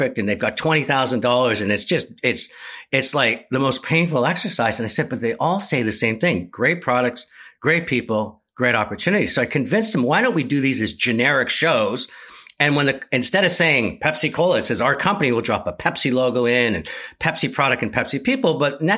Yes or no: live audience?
no